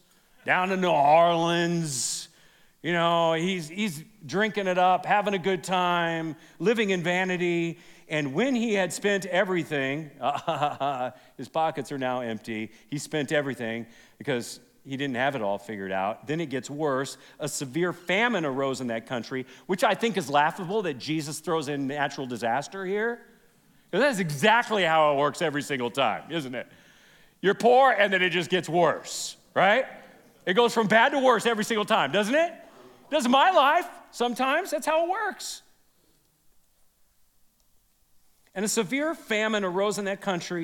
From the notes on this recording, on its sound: This is from our most recent event, Men’s Roundup 2023. This is session 1 from Friday night.